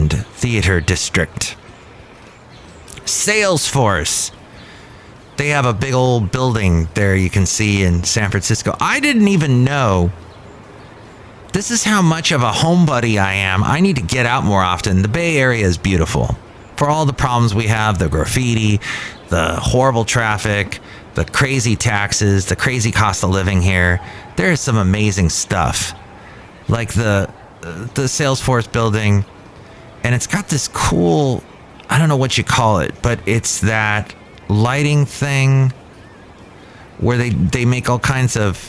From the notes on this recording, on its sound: podcasts live from Cafe Anyway